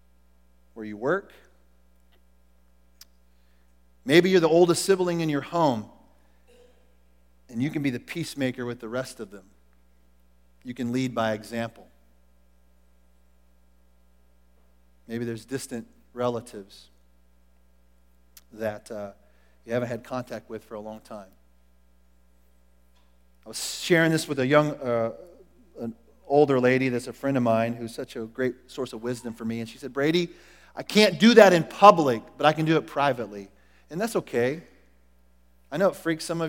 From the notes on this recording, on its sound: Recorded at The Calling Community Church located in Platte City, Missouri. Service is held at the Platte County High School Auditorium.